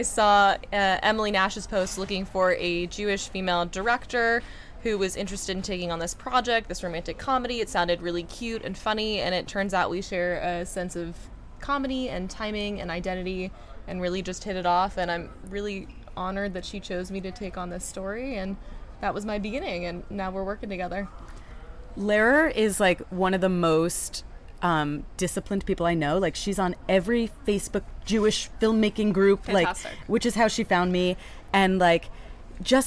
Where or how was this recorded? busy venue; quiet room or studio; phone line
busy venue